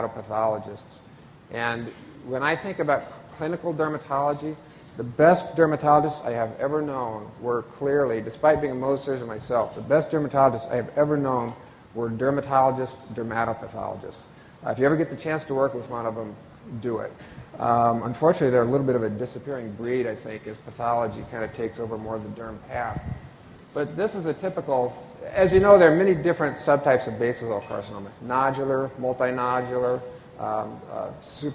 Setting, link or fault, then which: setting, live audience